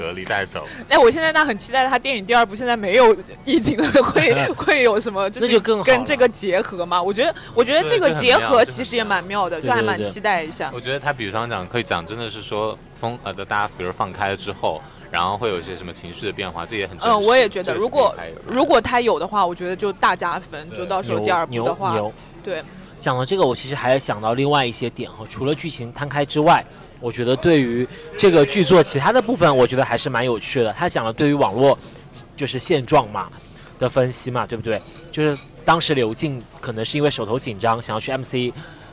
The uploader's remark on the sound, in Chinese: 在看完电影后的第一时间我们就在餐厅里进行了录制。我们在餐厅录制途中数次与服务员沟通的内容我也保留在了音频中。